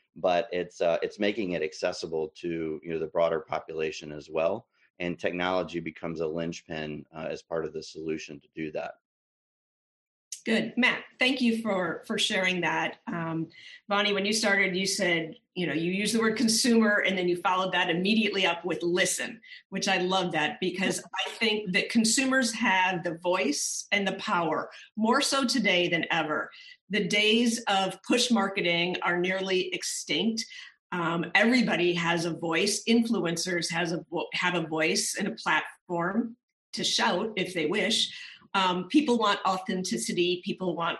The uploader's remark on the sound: Live from the FOOD IS HEALTH Digital Forum.